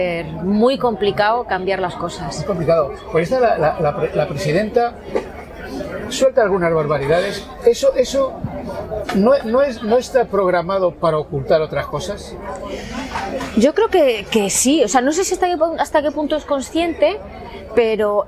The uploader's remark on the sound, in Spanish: las entrevistas que realizamos en directo en la fiesta, celebrada en Rivas Vaciamadrid